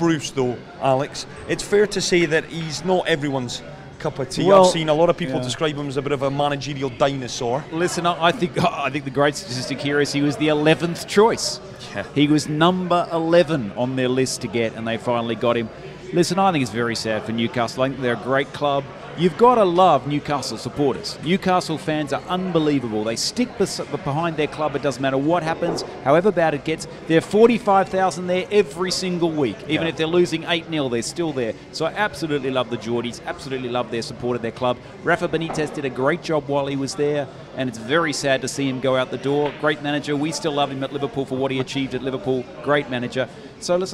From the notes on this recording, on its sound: New season, new location! Live at Kickers Sports Bar.